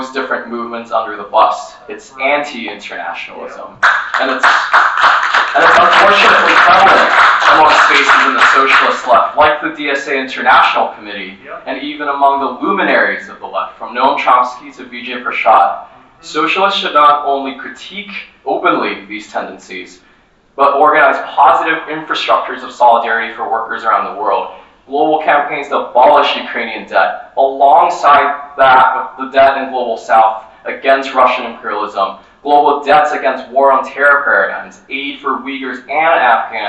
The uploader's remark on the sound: session recorded at Socialism 2022